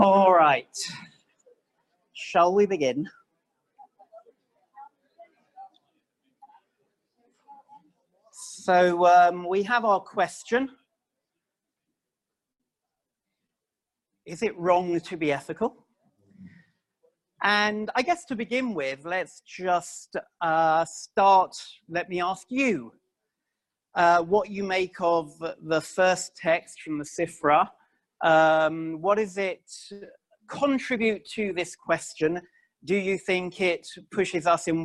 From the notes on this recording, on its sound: This audio was originally recorded 12/25/2019 as part of the Winter Day of Learning Presented by Drisha and Lincoln Square Synagogue